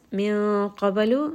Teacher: noon sakin is going to be heavy here because the letter after is heavy and this is going to be ikhfa. Qabalu, that here is going to have qalqala, it is part of qutub jad.